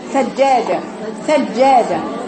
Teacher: الجيم لما تاتي مشدده ما هي الجيم مشدده جيم ساكنه وجيم متحركه